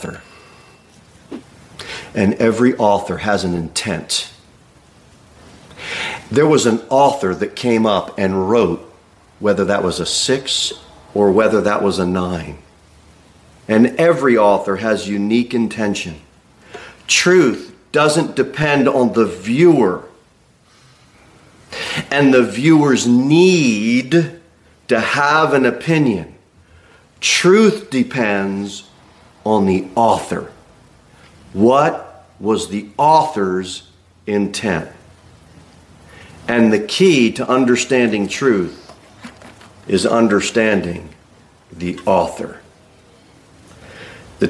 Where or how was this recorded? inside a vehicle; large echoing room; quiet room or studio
large echoing room